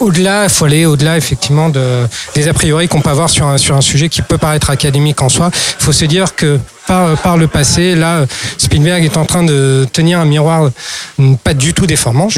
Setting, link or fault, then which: setting, busy venue